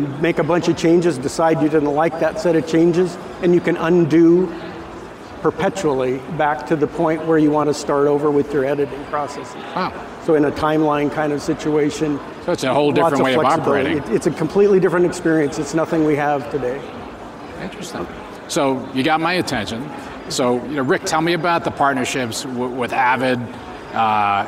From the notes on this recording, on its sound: 2019 #NABShow Live. Broadcast Beat - Producer of NAB Show LIVE.